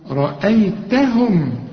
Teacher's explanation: الهمزة مرققة، الياء برضو مرققة، والتاء كمان مرققة. أمال إيه الموضوع؟ الراء هي المفخمة